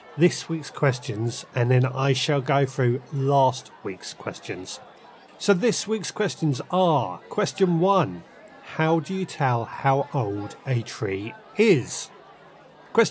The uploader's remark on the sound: The Friday night veg gardening pub quiz. Birds tweet Pub noise begins in the background.